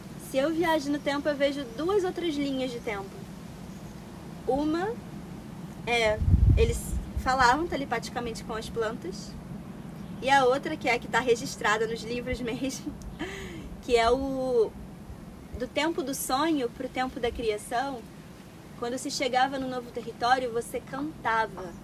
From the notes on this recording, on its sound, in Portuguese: Conversa gravado no celular que quis dividir. Claro me desculpando mou não pela qualidade do audio.